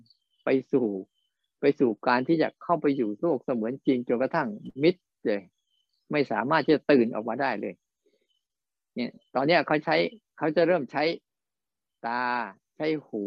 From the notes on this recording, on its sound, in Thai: บรรยายผ่านระบบ zoom